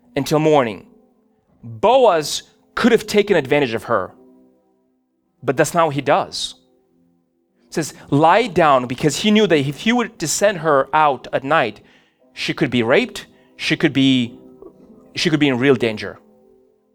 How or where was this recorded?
large echoing room